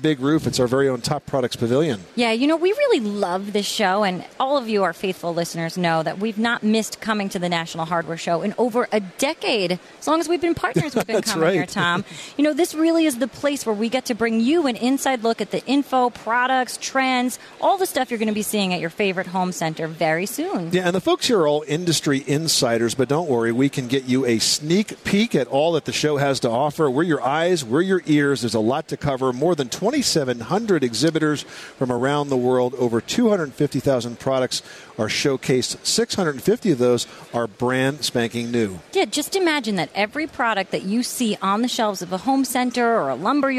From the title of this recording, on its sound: The Money Pit Broadcasts from the Top Products Pavilion at the 2015 National Hardware Show